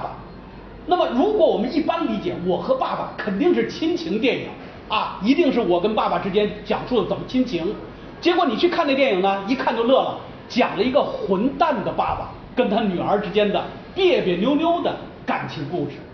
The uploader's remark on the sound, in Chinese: 应咪咕阅读邀请在福建文学沙龙讲影视的现场录音。